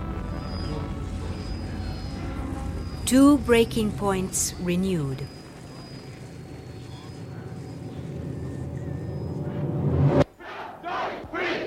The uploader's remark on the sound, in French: Réalisé à partir de cinquante heures d'enregistrement sur le terrain. Sans commentaire, les sons enregistrés offrent un témoignage de la guerre.